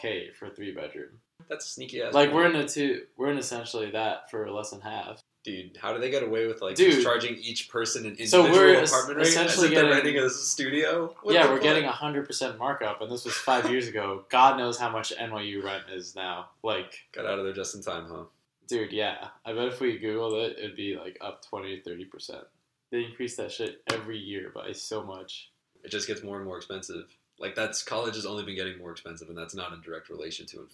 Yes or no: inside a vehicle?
no